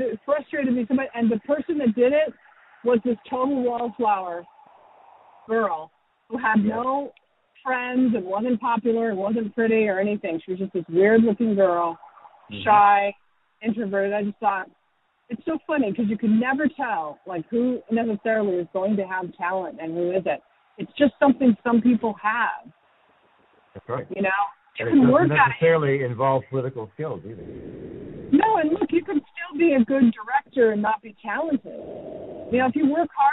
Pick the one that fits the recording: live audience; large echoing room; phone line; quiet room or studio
phone line